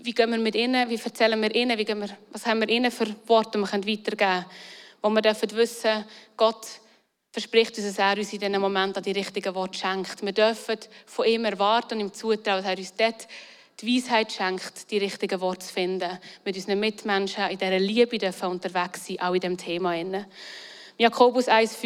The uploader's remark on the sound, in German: Eine Predigt aus dem Christlichen Zentrum Zollhaus in Luzern.